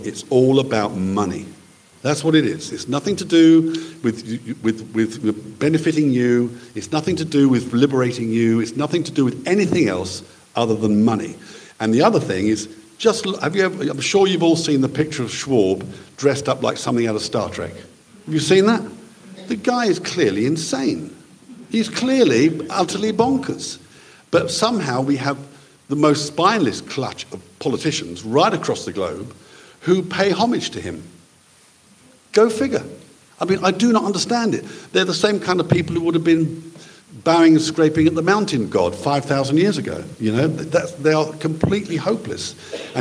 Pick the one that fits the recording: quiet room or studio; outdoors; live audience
live audience